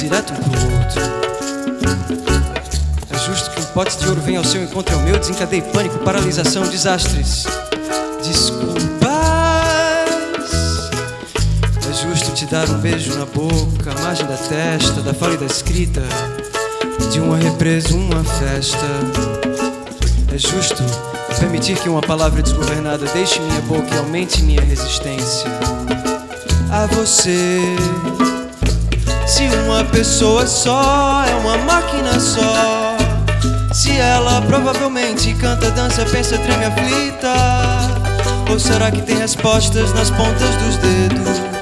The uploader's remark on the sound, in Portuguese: Ao Vivo